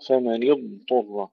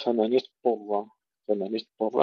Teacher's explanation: إظهار الضاد مع استطالتها وتفخيمها · Shown in: first take